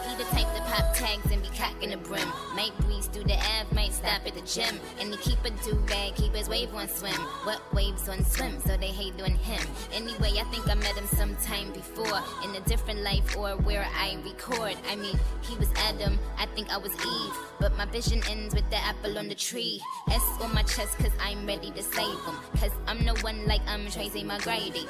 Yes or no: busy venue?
yes